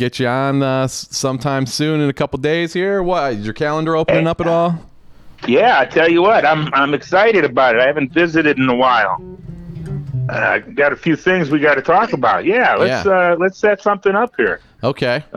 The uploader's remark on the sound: In the funkiest cafe around - The Sausage Hut. Takes a couple phone calls.